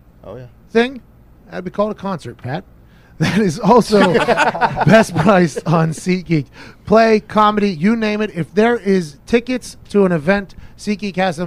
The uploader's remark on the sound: record the show live from the box truck in Greenville, North Carolina